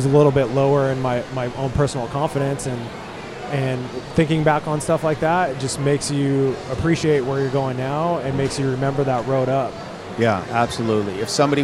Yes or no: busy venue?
yes